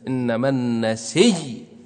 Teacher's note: أبدل الهمزة إلى ياء صارت نسي، ثم أدغم الياء في الياء إنما النسي، أنت واقف قف عليها بالسكون إنما النسي، لكن يجوز لك الروم والإشمام.